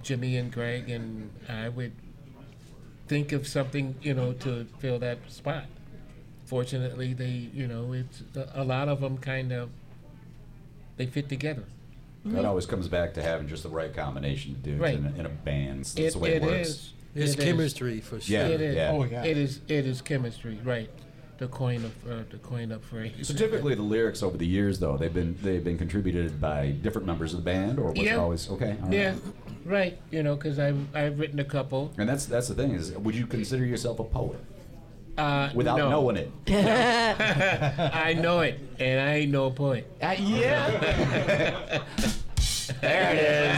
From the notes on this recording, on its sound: This episode of Time Signatures was recorded live at Moriarty's in Lansing, Michigan.